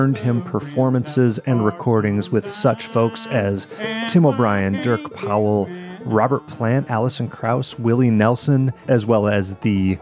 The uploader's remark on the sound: Recorded at Midwest Banjo Camp.